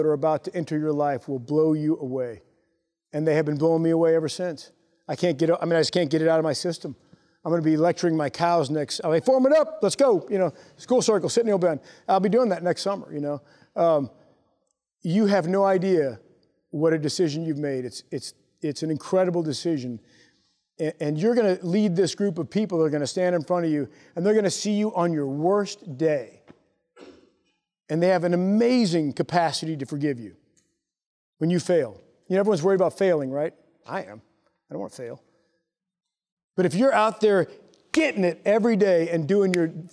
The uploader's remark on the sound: Taped during a leadership mentor session to a company of graduating Lieutenants at The Basic School (TBS). The new Lieutenants in the audience.